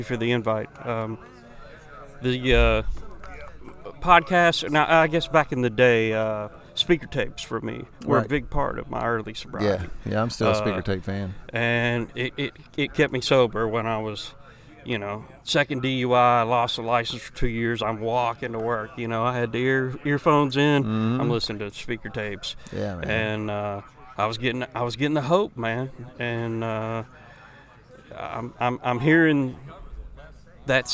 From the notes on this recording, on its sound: Live from the SPURT VI Retreat. This podcast contains 17 short interviews of the men who attended. On a beautiful May weekend in the forests of the Hoosier state.